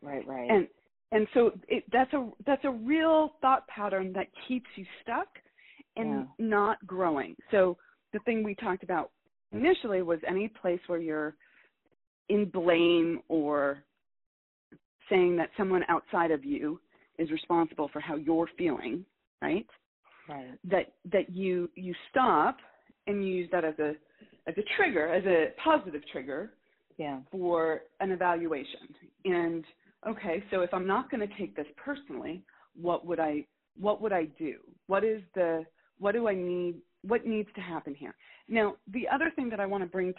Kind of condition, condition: link, phone line